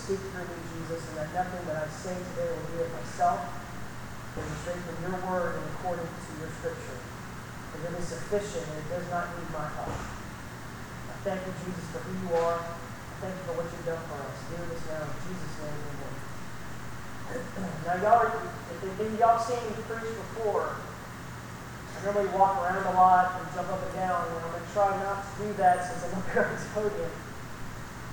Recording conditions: poor sound quality